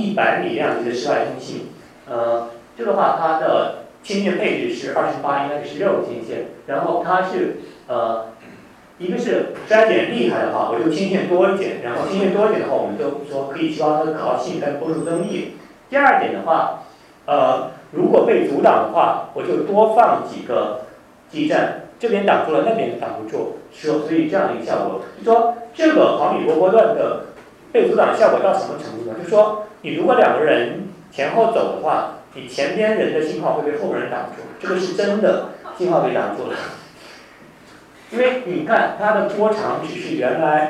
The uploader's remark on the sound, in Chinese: “复兴论坛”是由复旦大学、中国科技大学、同济大学、兴业全球基金合作的高端学术文化论坛。本音频是由“复兴论坛”系列讲座录音整理而成。